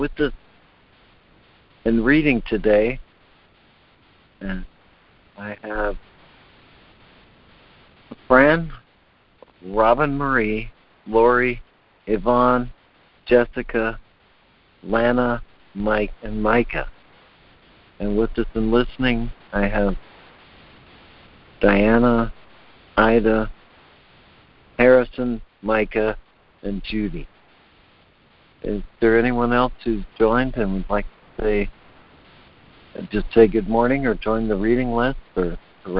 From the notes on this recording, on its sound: ACIM Daily Conference Call.